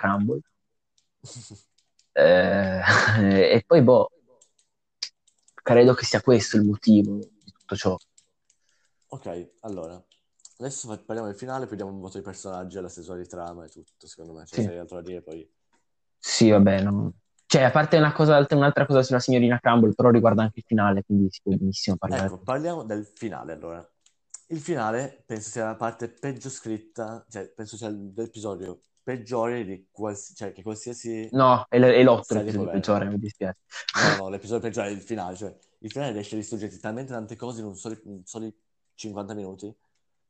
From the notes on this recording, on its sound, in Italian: Scusate per gli audio sfasati